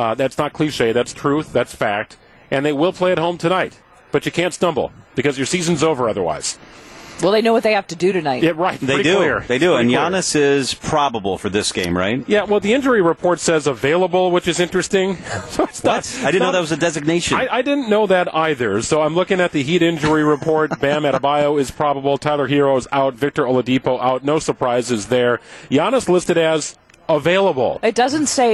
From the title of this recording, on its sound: Live From MECCA Sports Bar & Grill